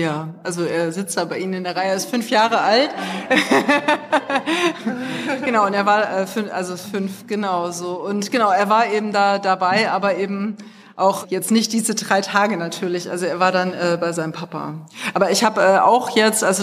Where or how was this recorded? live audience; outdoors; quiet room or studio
live audience